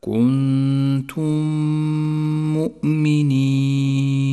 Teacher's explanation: جاءت الميم الساكنة وبعدها ميم متحركة، والواجب هنا أن ندغم الميم الأولى بالثانية فتصيران ميما مشددة، ميزت الميم المشددة باللون الأخضر إشارة إلى غنة زمنها حركتان وإلى موقع الغنة، أي هكذا كنتم مؤمنين. · Term: الإدغام الشفوي